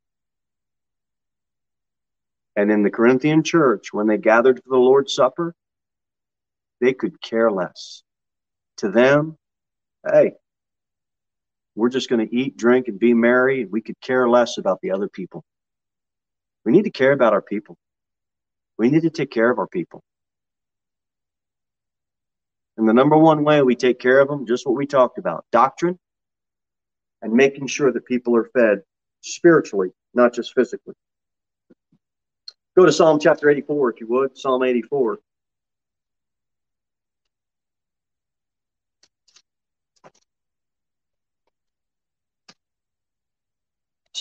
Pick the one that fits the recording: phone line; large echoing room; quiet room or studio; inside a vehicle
large echoing room